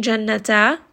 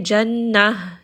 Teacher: when we are stopping on tanween of fatha and it is on ta marbuta, it will not be turned into an alif med, it will be turned into a ha sakina. · Shown in: second take